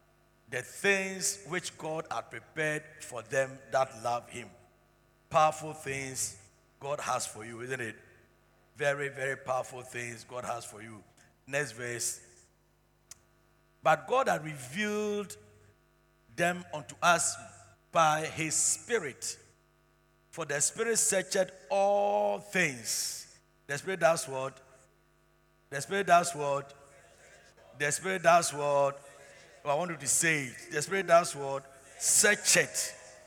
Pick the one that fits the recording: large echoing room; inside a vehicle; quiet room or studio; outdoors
large echoing room